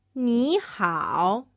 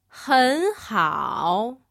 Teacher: Notice the way the sound of our first character has changed from third tone into second tone.